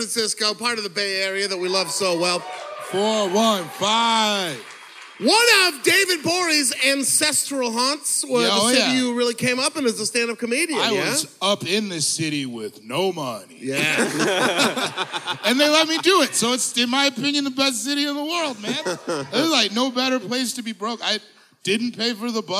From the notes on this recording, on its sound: ITS ALL THE WAY LIVE IN SAN FRANCISCO! This was recorded live at The Great American Musical Hall in San Francisco.